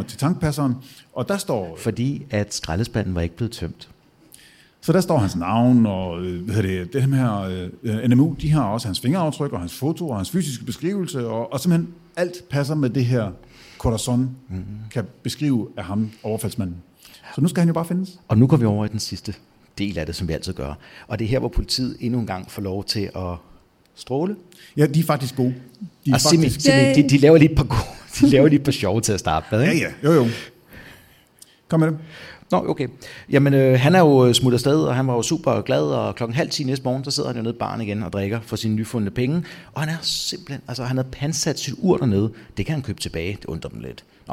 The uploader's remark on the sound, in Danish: Afsnittet er optaget live på Hotel Cecil den 1.